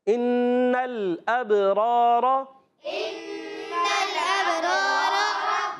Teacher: نون کو لام سے ملائیں، لام کو ہلانا نہیں ہے